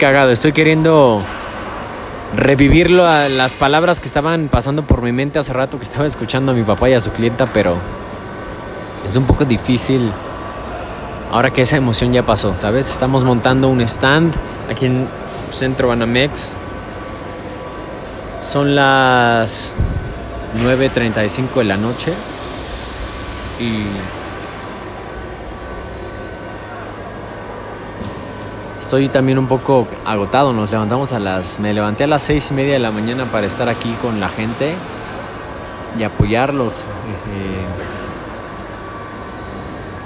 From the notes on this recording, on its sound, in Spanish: Esto es una nota de voz que quise grabar en un momento de reflexión.